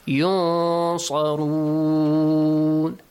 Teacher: It says you hide the sound of noon. يُنصَرُون with a heavy sound. · Term: إخفاء